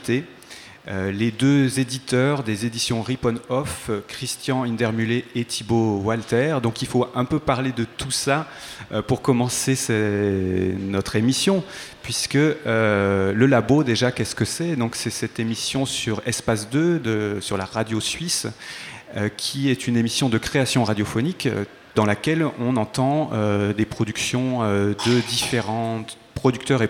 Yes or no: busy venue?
yes